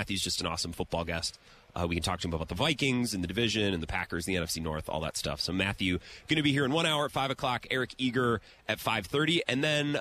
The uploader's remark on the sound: Radio Row Day 1. Broadcasting live from the Super Bowl's Radio Row in Las Vegas!